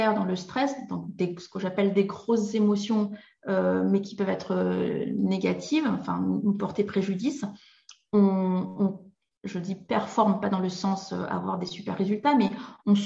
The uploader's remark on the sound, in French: Dans cet épisode tiré de mes archives de webinaire